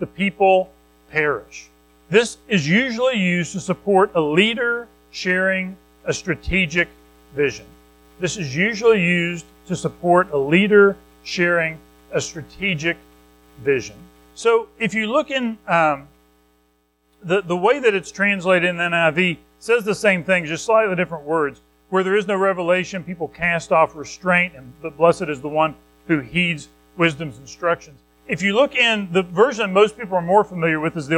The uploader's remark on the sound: Recorded at Madison Baptist Church in Madison WV.